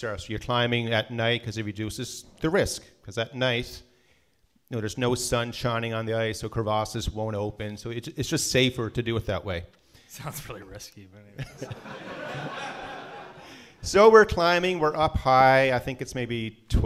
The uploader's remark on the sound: This episode was recorded live in Vancouver!